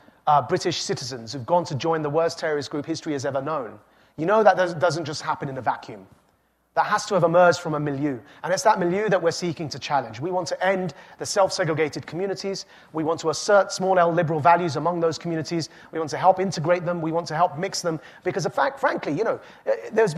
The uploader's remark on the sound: This talk was recorded live at the Aspen Ideas Festival.